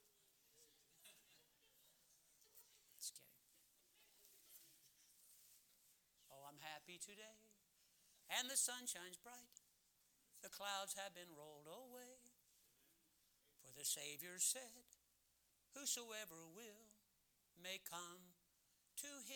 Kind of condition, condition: setting, large echoing room